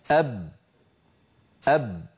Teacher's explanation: وكما أن الصوت انحصر كذلك النفس انحصر، فالباء شديدة يعني لا يجري الصوت معها، مجهورة يعني لا يجري النفس معها · Term: الشدة